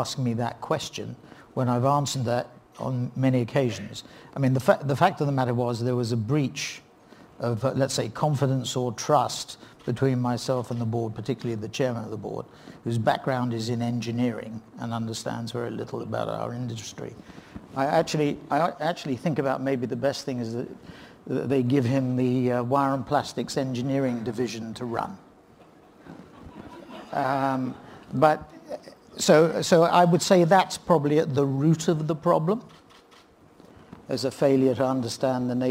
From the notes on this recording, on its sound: In a keynote session from PRovoke18